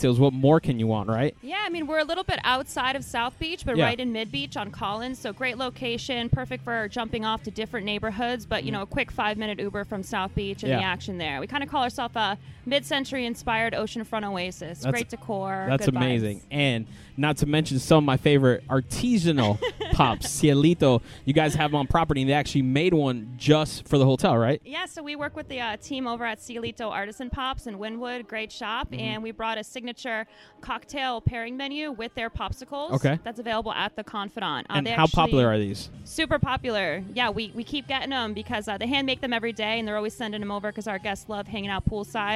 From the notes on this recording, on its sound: we are live at The Confidante Miami Beach